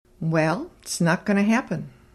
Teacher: the T is almost completely dropped from its, and going to becomes gonna · Term: normal contracted speech